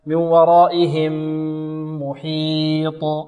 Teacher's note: إدغام، نعم. والغنة هنا تكون أكمل لأنها حرف ماذا؟ مشدد